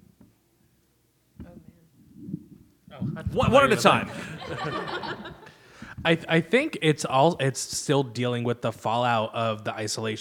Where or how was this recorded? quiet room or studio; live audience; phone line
live audience